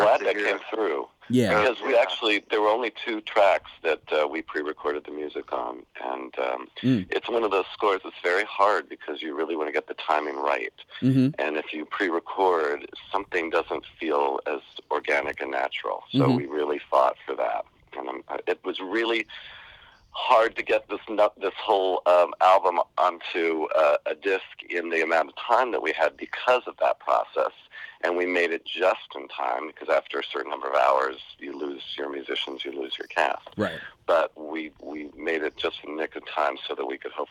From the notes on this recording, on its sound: phone interview